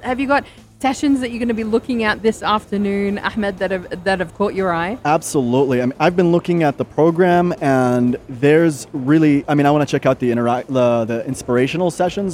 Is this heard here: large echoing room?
no